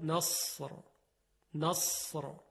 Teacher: حرف صاد اگر دقت کنید مثل سین تلفظ میشه، یعنی مخرجش یکیه با سین، جز این که صدای صاد درشت ادا میشه اما صدای سین ظریفه.